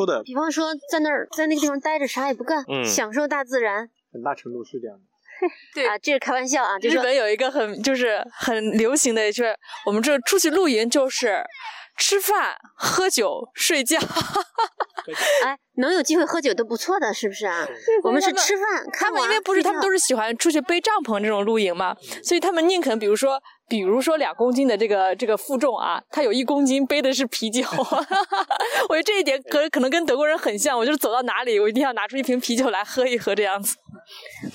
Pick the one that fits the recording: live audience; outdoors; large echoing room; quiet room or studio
outdoors